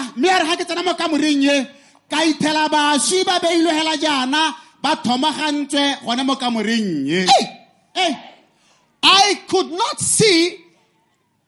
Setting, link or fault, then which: setting, live audience